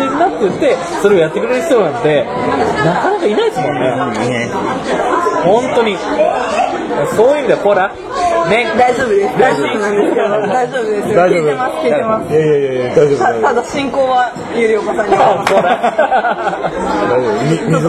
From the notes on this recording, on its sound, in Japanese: 品川飲み会2次会編。2次会開催そして収録。